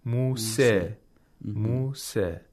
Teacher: something which is in between a fatha and kasra, even though it's more like a fatha · Term: taqlil